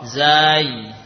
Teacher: Panjangkan dulu zai, baru ketemu ya sukun.